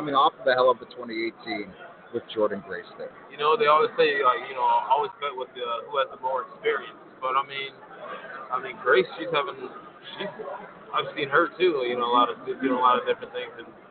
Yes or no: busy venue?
yes